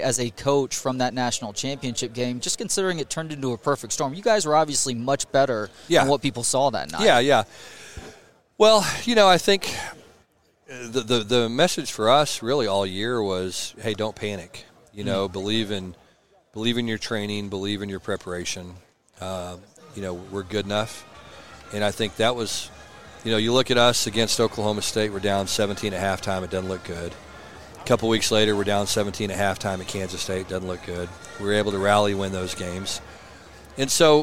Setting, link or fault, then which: setting, busy venue